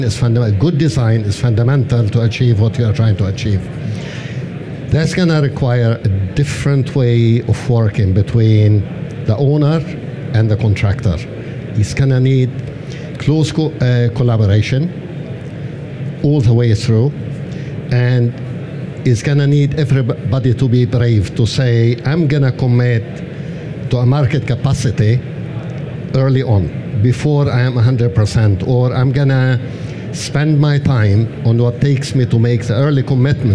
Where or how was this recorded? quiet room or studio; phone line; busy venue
busy venue